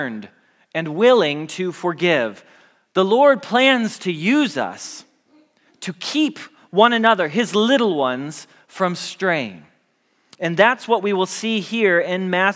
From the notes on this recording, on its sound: Message Preached at Valley Creek Church.